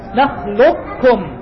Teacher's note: فتقول ألم نخلقكم، وتقول ألم نخلقكم، نخلقكم، نخلقكم، إدغام لكن تسمعني فيه صوت التفخيم، نخلقكم، هو قاف مشددة لكن تسمعني فيه صوت الاستعلاء الموجود في القاف